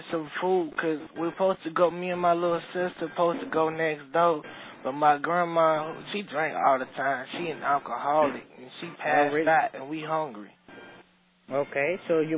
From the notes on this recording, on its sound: …'s Personal Prank Phone Calls Collection.